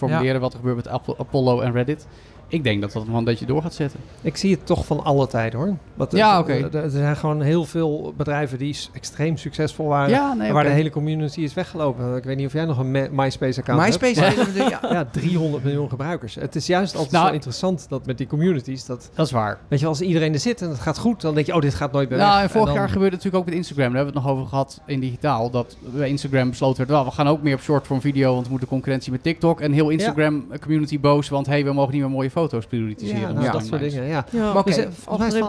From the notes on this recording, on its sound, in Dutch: Live vanaf TNW. Live vanaf TNW.